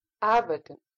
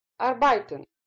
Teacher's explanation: я произнесла с ударением на первый слог · Shown in: first take · Это неправильное произношение данного слова, потому что ударение падает совершенно не туда, куда нужно. Это слово произносится с ударением на первый слог.